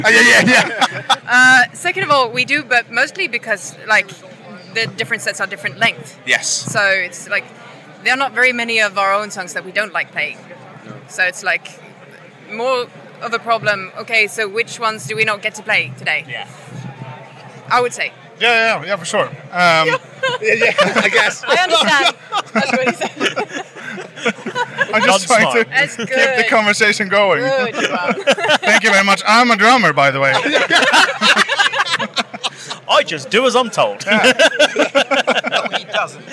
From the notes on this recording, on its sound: Live from Bloodstock 2023